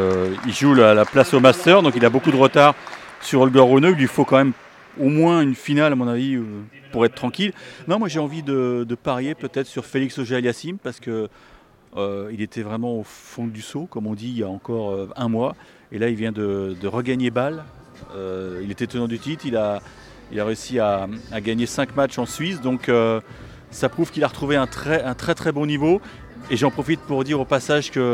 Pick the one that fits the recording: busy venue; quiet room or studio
busy venue